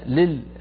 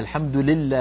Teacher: لابد من كسر اللام ولا نخلطها بسكون · Shown in: second take